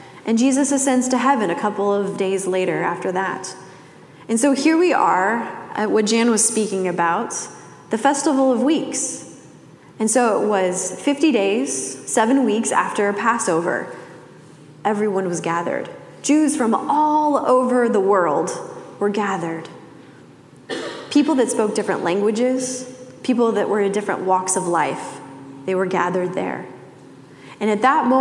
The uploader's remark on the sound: Message delivered during the Classic service.